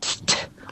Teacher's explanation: muss hinten den Plosiv, das T, das muss man stark betonen, und das macht man dann in so ganz schwingenden Bewegungen.